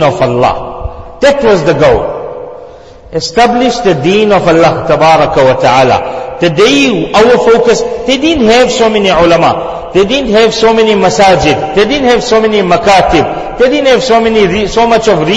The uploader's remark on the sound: Jumuah lecture